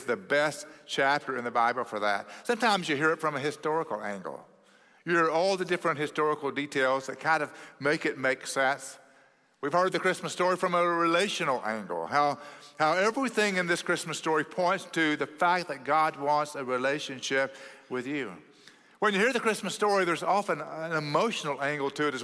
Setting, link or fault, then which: setting, large echoing room